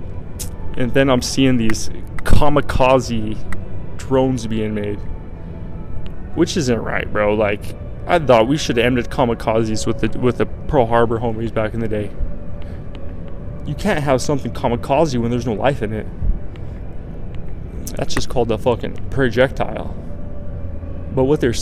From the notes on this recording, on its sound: LIVE from Resorts World.